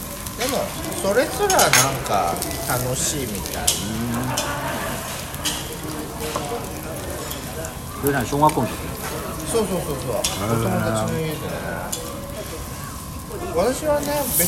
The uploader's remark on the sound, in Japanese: ジュージュー音が激しいです。2人組。ランチ収録 #焼肉ASMR的な。